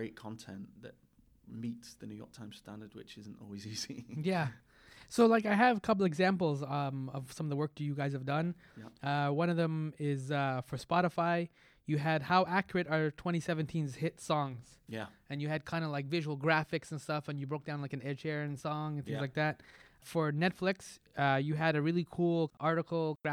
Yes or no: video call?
no